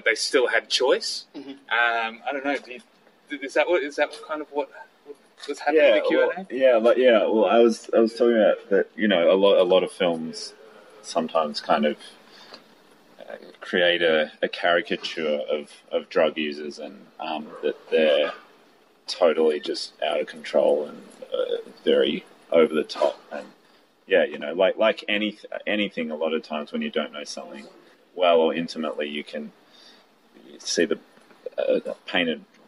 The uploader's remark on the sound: Was recorded outside Luna SX after I'd had a chance to see the film.